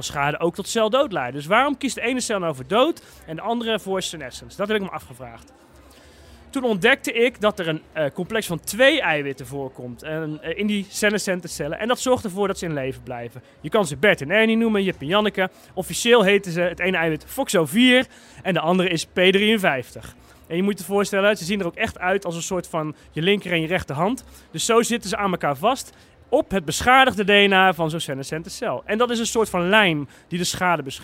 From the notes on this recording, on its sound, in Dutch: op het Betweter Festival naar onze podcastbooth